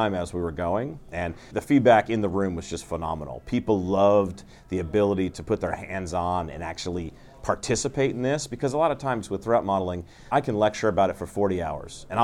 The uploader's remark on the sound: on the sidelines of the 2023 RSA Conference